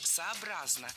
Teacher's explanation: Правильное ударение в этом наречии – сообразно. Ударяем третий слог.